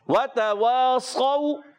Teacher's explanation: واو جو ہے پیارے بچوں اس کو کھینچیں گے نہیں، مگر دوسرے والا واو جو ہے حرف مدہ ہونے کی وجہ سے ایک الف کھینچ کر ادا کریں گے